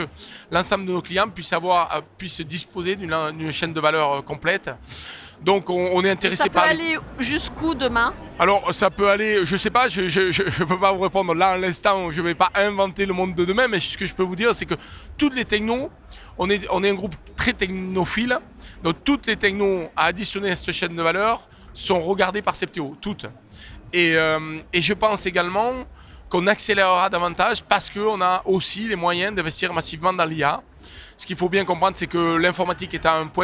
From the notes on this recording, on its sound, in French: Cette interview a été enregistrée en live du 10ème Salon RENT.